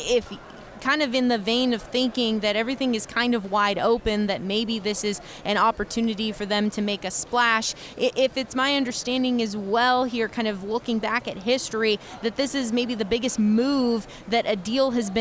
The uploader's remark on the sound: live from Super Bowl Radio Row